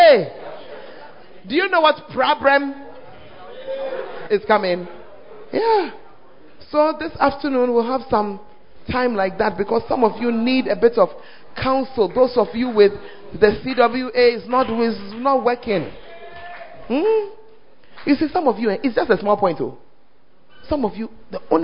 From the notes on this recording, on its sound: Preached At The 100s and 200s Camp.